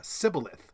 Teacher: However, the Gileadites pronounced the word shibboleth, which means corn or grain, as shibboleth. The Ephraimites pronounced it with an S, not a sh